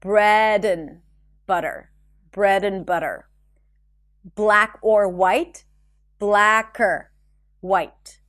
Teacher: word and, it will be reduced to n, and you want to connect it. Bread and butter, black or white, blacker, white.